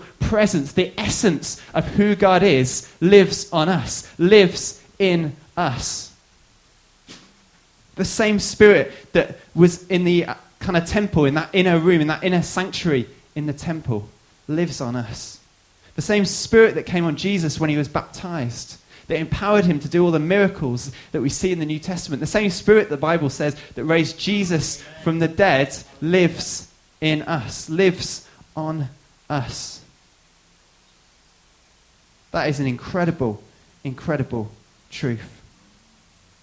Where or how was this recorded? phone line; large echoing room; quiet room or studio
large echoing room